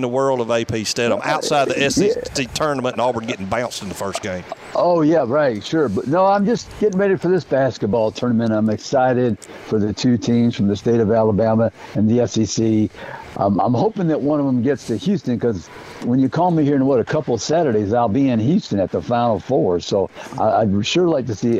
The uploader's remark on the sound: Live at the VBC with the Huntsville Havoc.